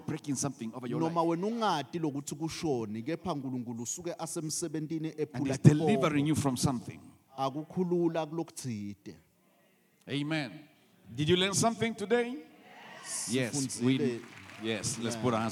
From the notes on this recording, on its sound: The Message Was Recorded Live at The Apostolic Hub.